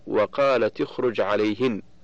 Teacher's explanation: ومثال التاء قوله تعالى وقالت اخرج عليهن في سورة يوسف وليس غيره في القرآن، فتاء التأنيث في وقالت ساكنة التقت بالخاء من اخرج وهي ساكنة أيضا، فحركت التاء بالكسر للتخلص من التقاء الساكنين